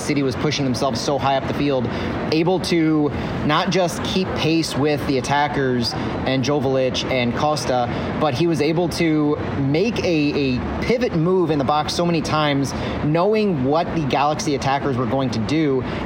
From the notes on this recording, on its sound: live at CITYPARK